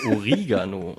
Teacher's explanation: Laut Duden liegt die richtige Betonung auf dem E. Deshalb ist es falsch, das Wort auf dem O oder gar dem A zu betonen.